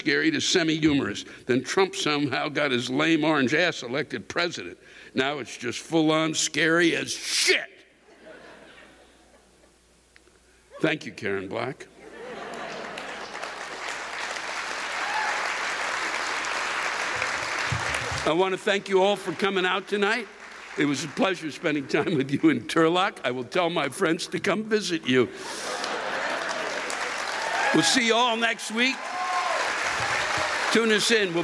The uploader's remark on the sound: While stuck in traffic somewhere on I-80 west of the Donner Pass. The live rants come from the shows in Reno, NV, Monterey, CA, and Turlock, CA.